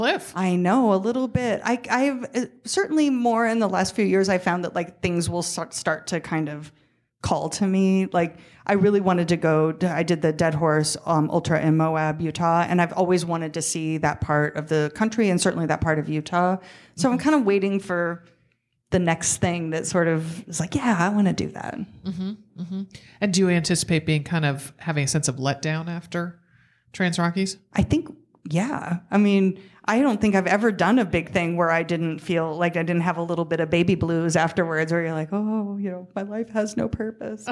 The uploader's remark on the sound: Recording in front of an audience in Missoula, Montana.